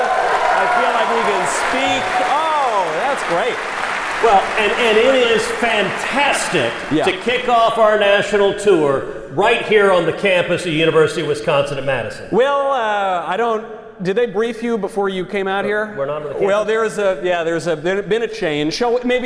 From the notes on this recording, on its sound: LIVE in Madison, WI. Now, they are UW-Madison adjacent and going live on the first stop of the 2021 Young America's Foundation campus tour.